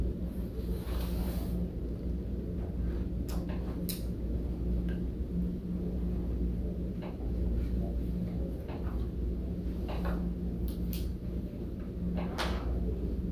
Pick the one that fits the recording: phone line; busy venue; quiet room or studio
busy venue